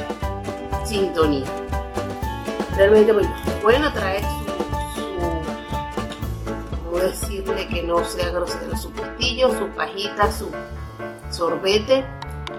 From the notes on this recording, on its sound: Recorded with: Telephone Motorola E5. Using Wondershare Filmora 9.